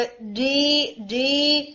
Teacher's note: अब डीम एक हिट की साउंड आ रही है, no air is coming out ji